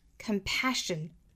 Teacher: compassion 也是注意的两个 s 要发轻辅音的 sh